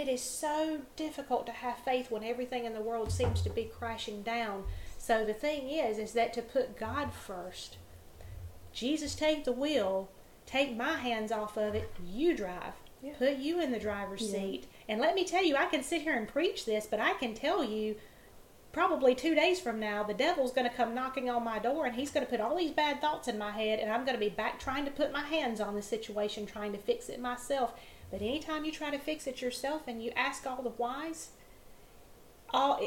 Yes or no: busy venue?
no